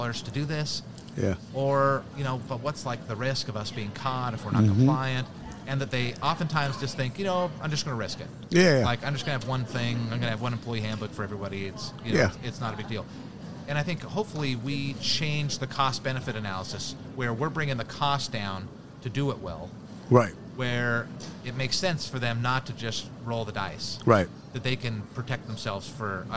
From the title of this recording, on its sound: Live from SHRM 2022